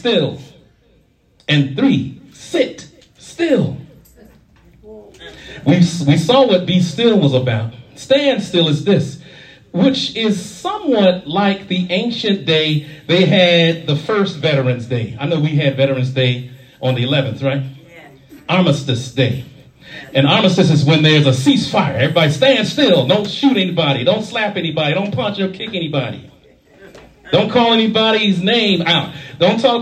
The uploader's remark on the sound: shared this message live at the Island Nursing Home of Farmingville, NY